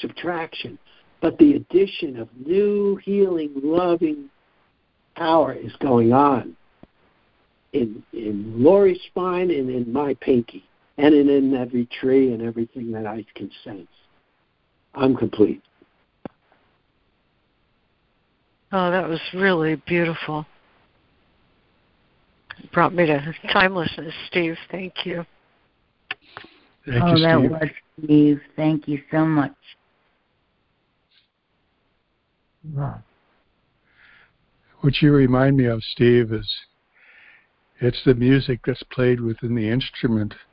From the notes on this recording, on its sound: ACIM Daily Conference Call.